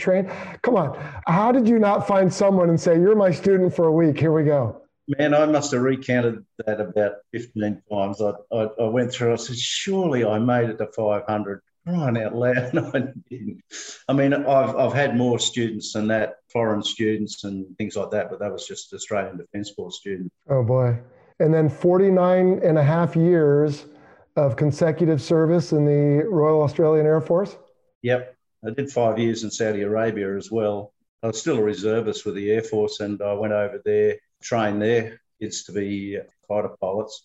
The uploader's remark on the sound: This Zoom interview was originally recorded during a late 2020 happy hour session for FPP Patreon supporters